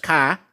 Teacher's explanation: Boston is famous for dropping R's